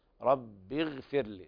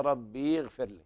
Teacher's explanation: يلاحظ هنا عدم المبالغة في كسر الباء حتى لا يتولد منها ياء · Shown in: first take · رب اغفر لي، لا يقول الإنسان ربي اغفر لي، نعم، رب اغفر لي ولوالدي.